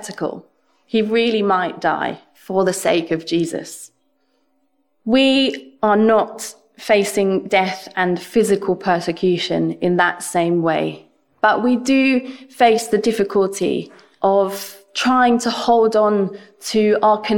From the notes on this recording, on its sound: This sermon was preached at Welcome Baptist Church on Sunday 30th January 2022.